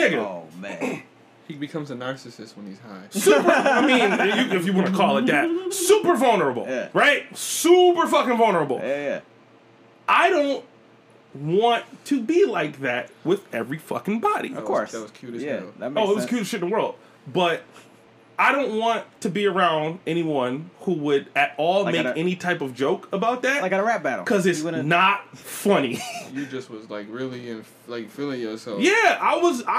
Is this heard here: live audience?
no